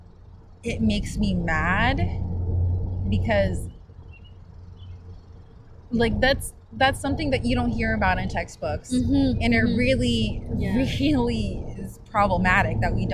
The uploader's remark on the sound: Recorded in a park on a warm day